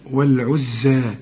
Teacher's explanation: الزين عليها الشدة لكن لا تغن